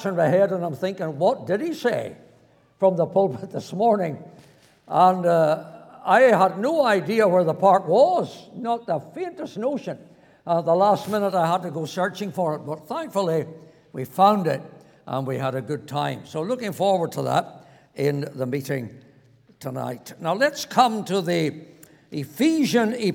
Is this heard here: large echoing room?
yes